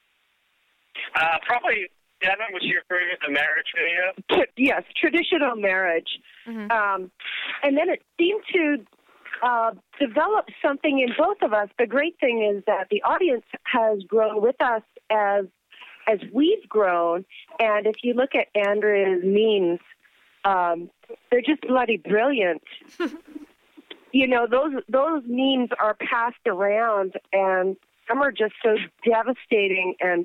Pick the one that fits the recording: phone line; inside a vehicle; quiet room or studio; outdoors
phone line